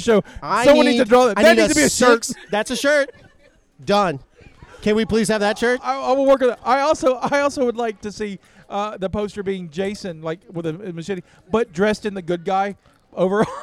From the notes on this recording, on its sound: Live from Halloween Horror Gras!